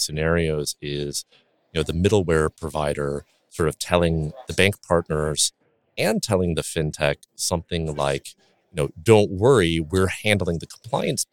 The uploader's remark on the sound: Live From the Fintech Meetup in Las Vegas. At the Fintech Meetup conference, live from Vegas.